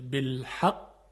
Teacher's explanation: صدای قاف مشدد با ظهور تمام و کامل باید ادا بشه